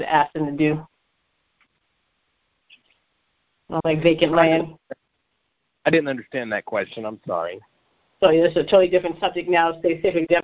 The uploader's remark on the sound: Gold Club Q&A Call